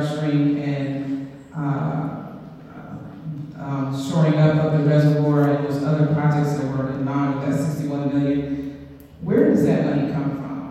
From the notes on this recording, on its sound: Raw audio recording of the Trenton NJ City Council meeting.